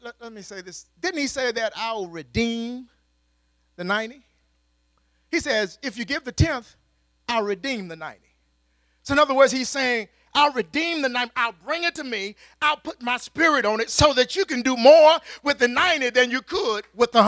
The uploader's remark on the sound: At Faith City Church in Clayton NC.